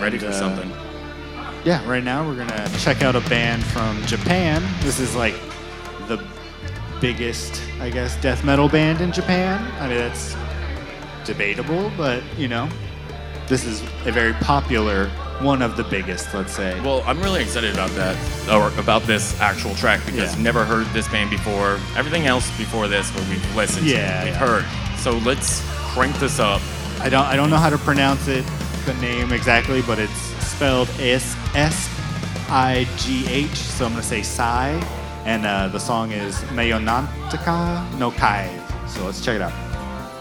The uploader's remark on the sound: Taking over the stage of The Lost Well in Austin, TX on Mondays. Recorded Live at The Lost Well in Austin, TX on 6/28/2022.